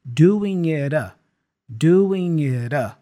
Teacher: I can connect the T with the A using that flap sound, the da da sound.